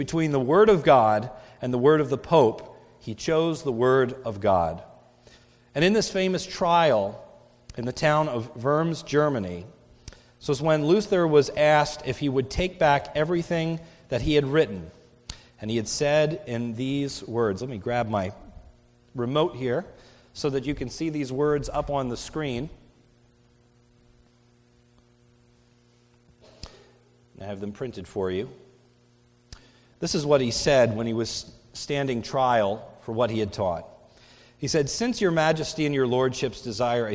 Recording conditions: large echoing room